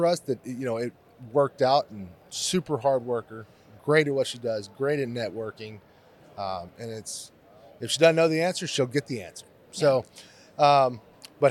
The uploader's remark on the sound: This is the first of many episodes filmed at the educational conference of the year, the TASA/TASB Convention!